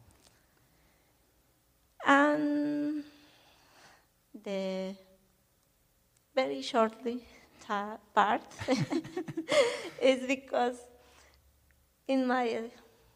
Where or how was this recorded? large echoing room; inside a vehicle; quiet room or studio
large echoing room